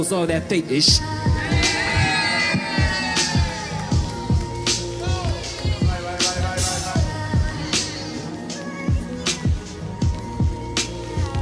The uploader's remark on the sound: This performance was captured from the Chreece music festival hosted at the White Rabbit Cabaret from 2019.